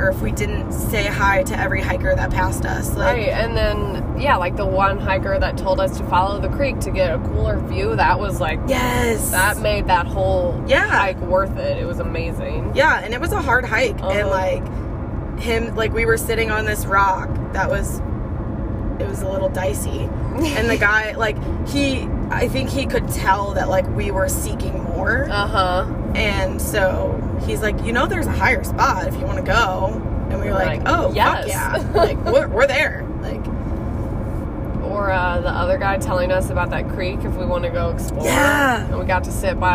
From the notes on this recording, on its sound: In the car, on our way back to the Phoenix Airport.